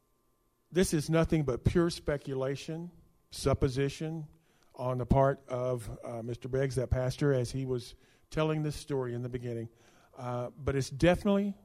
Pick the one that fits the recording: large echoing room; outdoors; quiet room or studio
large echoing room